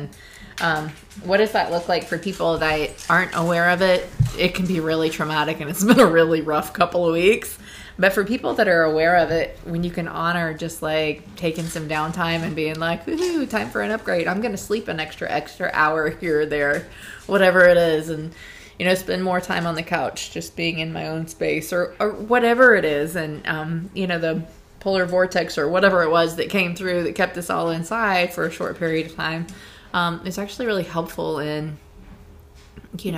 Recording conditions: sounds in the background